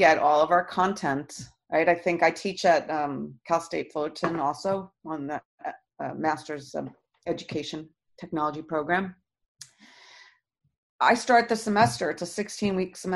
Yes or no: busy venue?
no